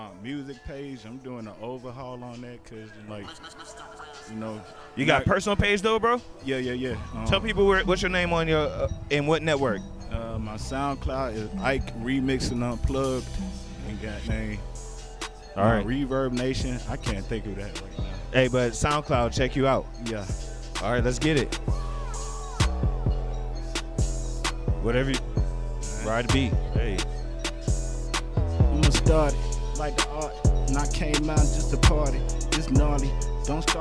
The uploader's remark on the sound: Live From Sweet Auburn Avenue Cypher